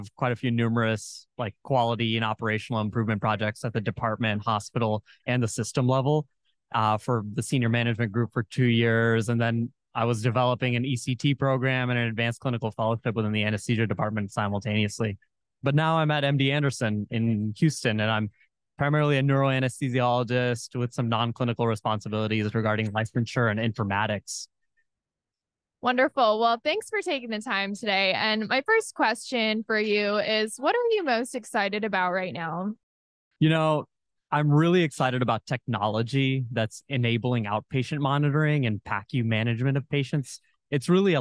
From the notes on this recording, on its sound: This episode recorded live at the 2023 Becker’s Healthcare Business & Operations of ASCs and The Future of Dentistry Roundtable in Chicago.